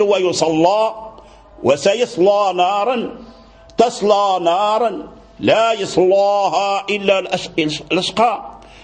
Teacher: نقرأ بفتح اللام، فإذا فتحنا اللام نغلظ اللام · Term: تفخيم اللام